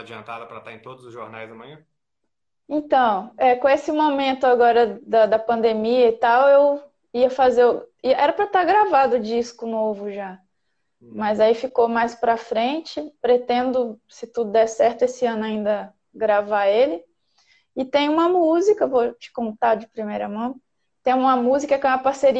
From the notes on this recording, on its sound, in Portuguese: esteve ao vivo no instagram da Alvorada FM